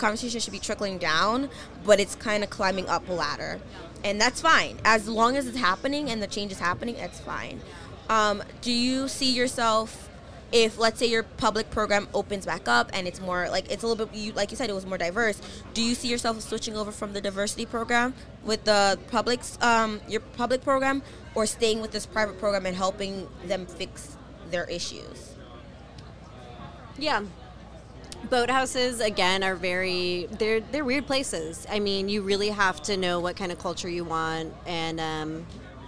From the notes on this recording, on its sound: Live from Head of the Charles Regatta.